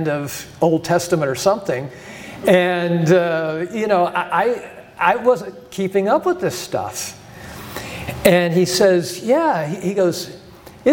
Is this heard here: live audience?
yes